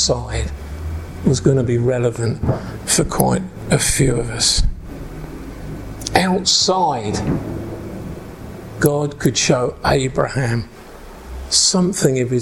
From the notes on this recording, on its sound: preaching at an Encounter Night Service at Ashingdon Elim Church